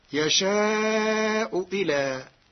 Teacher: قرأ ورش كلمتي يشاء إلى بتسهيل الهمزة الثانية وبإبدالها واوا